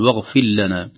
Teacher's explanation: الراء أيضا إذا سكنت قبل اللام يحذر أن تضغم في اللام